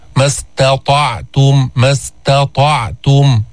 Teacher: فاتقوا الله ما استطعتم، ميز التاء عن الطاء، التاء مستفلة مرققة، الطاء مستعلية مطبقة، التاء منفتحة